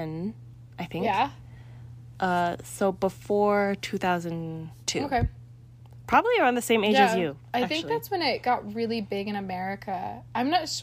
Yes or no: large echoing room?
no